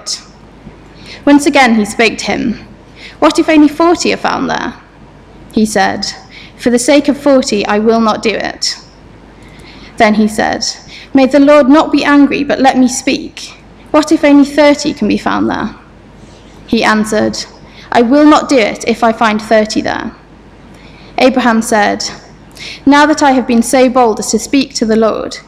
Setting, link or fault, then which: setting, large echoing room